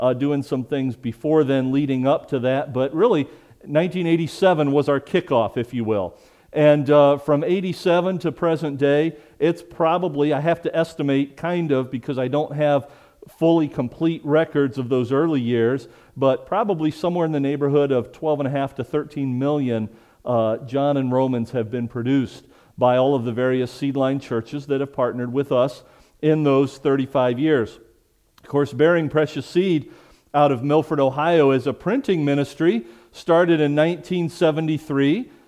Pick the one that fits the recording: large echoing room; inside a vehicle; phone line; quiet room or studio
large echoing room